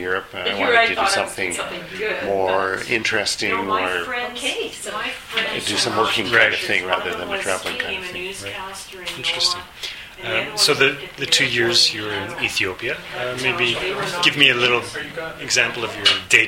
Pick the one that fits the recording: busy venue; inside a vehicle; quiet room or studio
busy venue